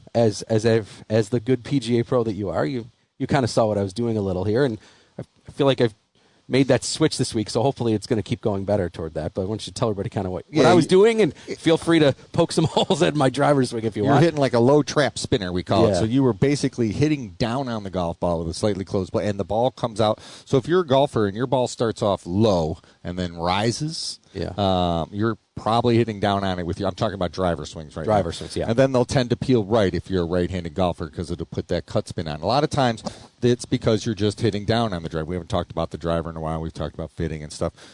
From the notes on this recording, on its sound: Live from Wanakah Country Club.